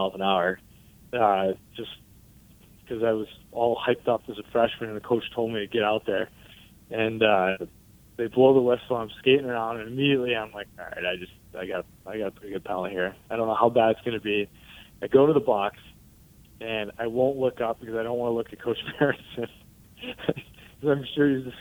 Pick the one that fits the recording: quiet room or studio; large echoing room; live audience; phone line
phone line